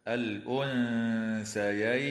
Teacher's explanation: وتخفى النون الساكنة عند الثاء مع الغنة مرققة في كلمة الأنثيين